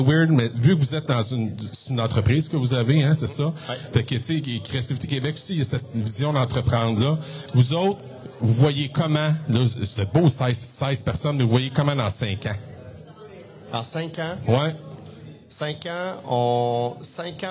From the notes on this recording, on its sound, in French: L'entrevue a été enregistré au 41e congrès de l'AQUOPS les 4, 5 et 6 avril 2023.